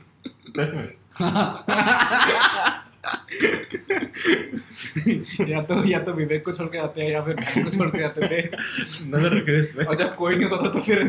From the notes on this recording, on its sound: This podcast was recorded as video but the memory card got corrupted and the audio is also fucked.